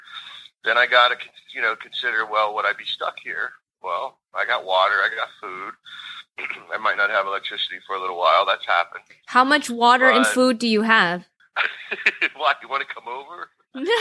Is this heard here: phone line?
yes